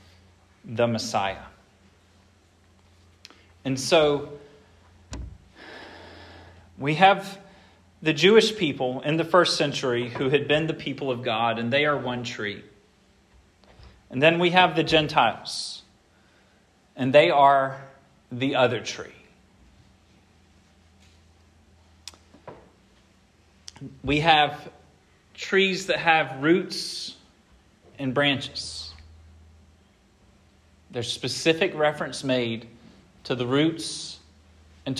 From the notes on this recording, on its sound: This sermon was preached at Hope Fellowship on Oct.